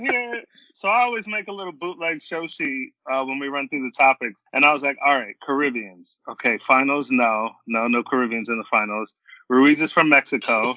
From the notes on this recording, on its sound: Sorry about the sound quality